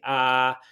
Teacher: So if I say, ah, my vocal folds are vibrating. And of course, if I say, ah, it's very inherently difficult for me to do other sounds with my mouth because my mouth is opened.